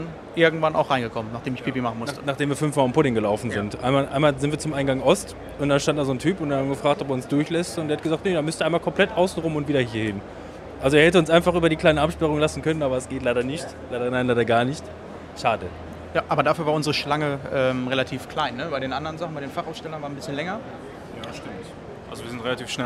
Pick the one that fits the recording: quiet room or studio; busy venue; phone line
busy venue